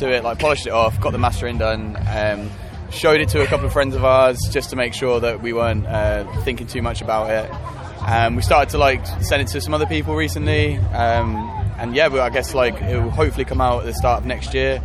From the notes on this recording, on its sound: After their killer set on The Pit stage at Leeds Festival.